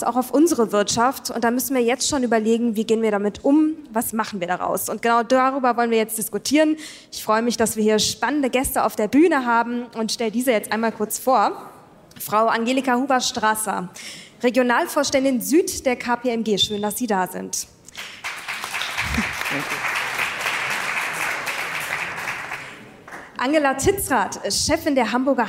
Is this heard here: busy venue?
yes